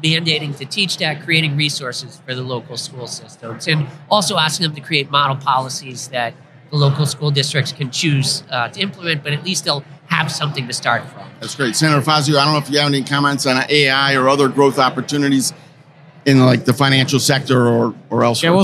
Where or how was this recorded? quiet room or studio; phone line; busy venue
busy venue